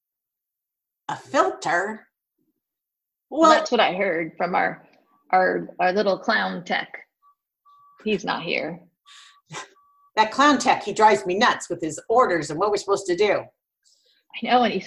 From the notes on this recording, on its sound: While we had no idea how this would work using Zoom, we gave it our best.